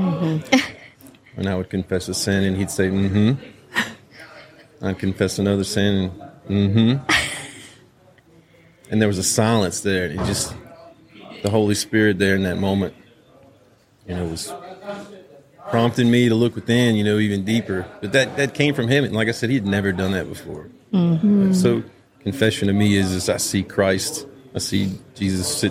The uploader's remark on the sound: Live from Steubenville South